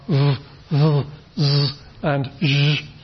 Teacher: So the voicing is there, but it's not very, very strong. So actually detecting the difference between a voiced and a voiceless consonant, especially a fricative, can be also quite tricky. · Term: voiced versions